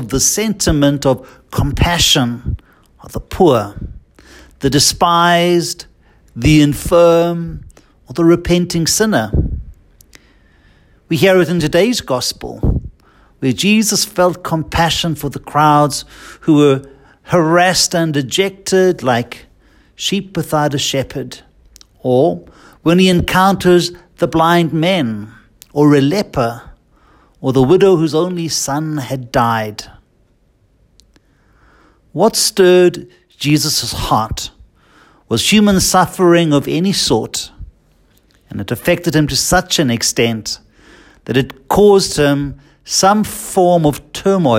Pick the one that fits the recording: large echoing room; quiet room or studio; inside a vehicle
large echoing room